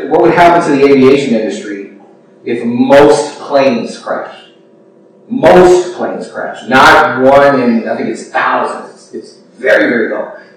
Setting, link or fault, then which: fault, poor sound quality